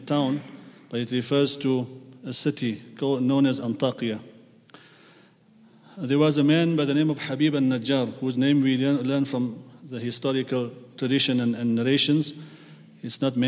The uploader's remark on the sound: at the Houghton Masjid (West Street)